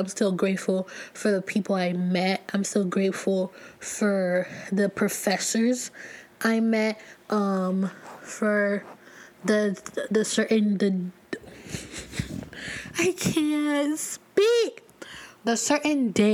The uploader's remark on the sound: I sound rough and keep breathing and making noises. I am still getting over a bad cold.